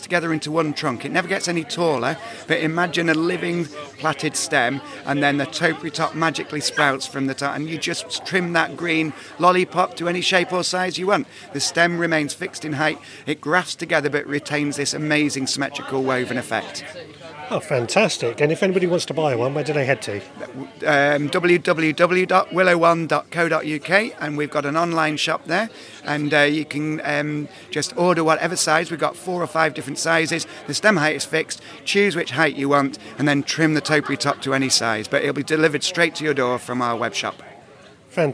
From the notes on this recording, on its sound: My visit to gardeners world live spring show. I have taken a trip to gardeners world live Spring fair.